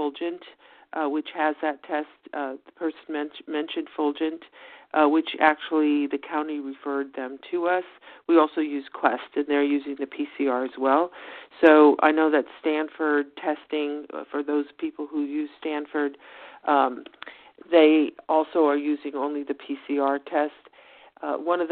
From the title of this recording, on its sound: Telephone Town Hall